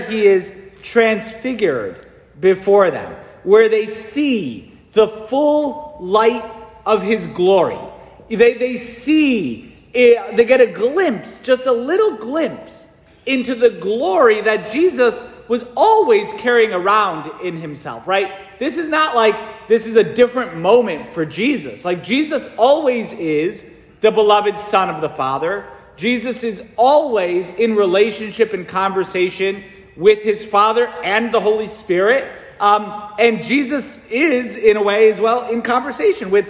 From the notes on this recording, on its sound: St Francis Catholic parish homily preached